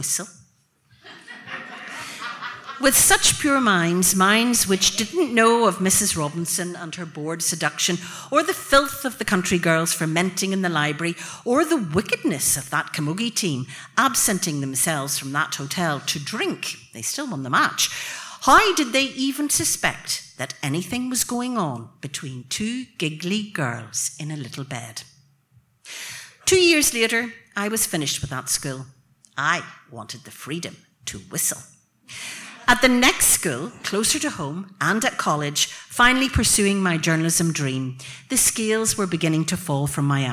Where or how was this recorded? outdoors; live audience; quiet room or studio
live audience